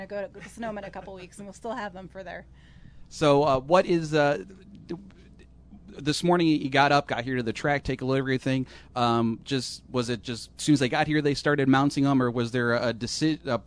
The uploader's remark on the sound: Live from Watkins Glen